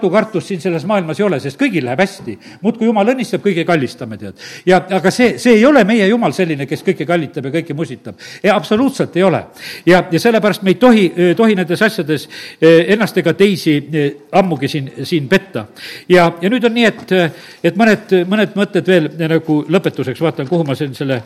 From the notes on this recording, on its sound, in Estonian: Audio salvestus koosolekult.